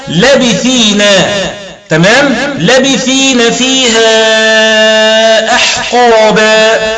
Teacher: بقصر لام لابثين أو حذف الألف بعد اللام